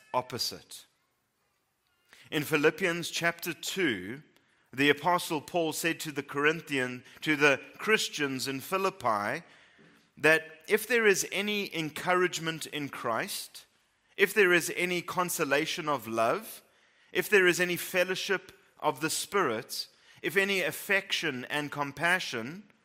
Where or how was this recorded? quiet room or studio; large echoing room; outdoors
large echoing room